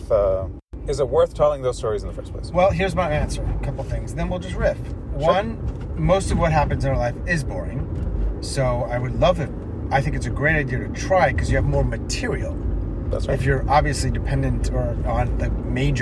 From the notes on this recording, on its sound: Our conversation, which focuses on the mundane, the magical and the minutiae, takes place in my car, driving him to RDU Airport, after he and a handful of other storytellers descended on Durham, (NC) where they absolutely crushed the GRIT stage.